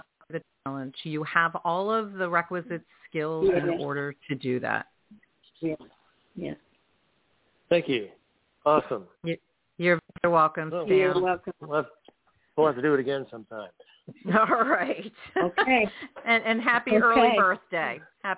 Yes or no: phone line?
yes